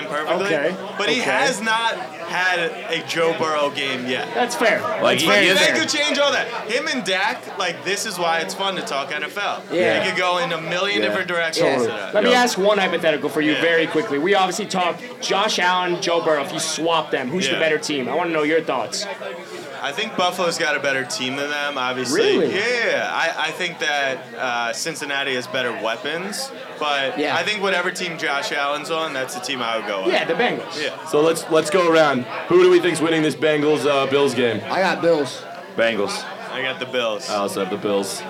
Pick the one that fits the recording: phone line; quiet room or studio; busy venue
busy venue